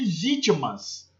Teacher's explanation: O mas é a sílaba subtônica, porque ela tem uma intensidade mediana. Ela não é tão forte quanto o vi, né, que é a sílaba átona, mas nem tão fraca quanto o ti, que é a sílaba átona.